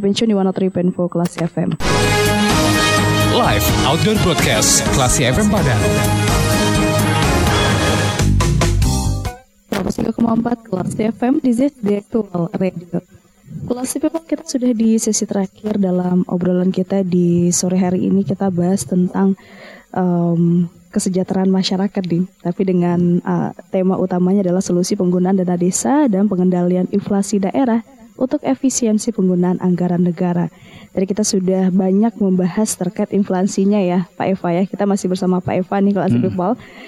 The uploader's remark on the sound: Live Outdoor Broadcast Radio Classy FM